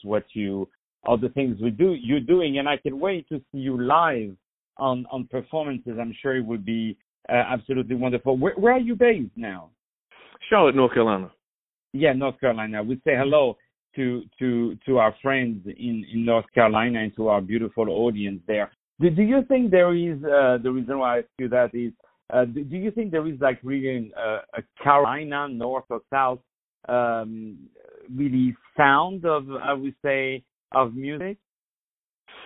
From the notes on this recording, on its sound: On the phone.